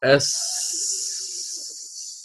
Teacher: الصوت والنفس سينحصر بين طرف منتهى طرف اللسان وأسفل الصفحة الداخلية للثنايا السفلى · Term: السين